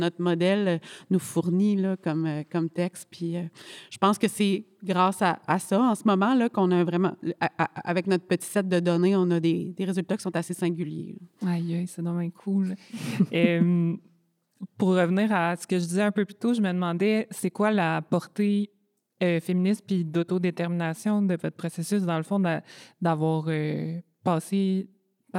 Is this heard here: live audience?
yes